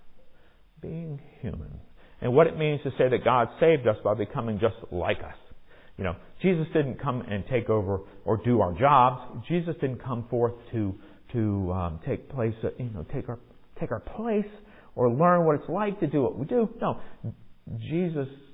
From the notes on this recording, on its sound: Recorded at MPPC on Sunday, January 8, 2023, during the 10 am worship service.